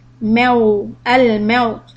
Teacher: the meme has a fatha, then you have a wow. So in this case, you still want to make sure that your mouth is rounded